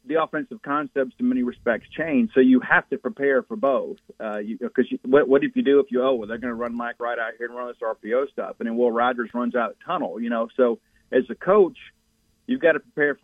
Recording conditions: phone line